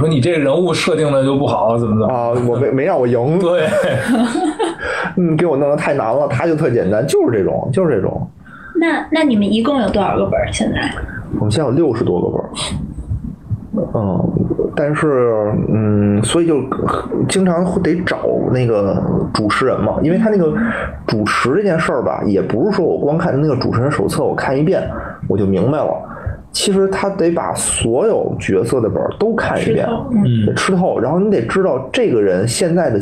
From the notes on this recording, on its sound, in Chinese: 本周加更一期直播节目，音质一般，多担待。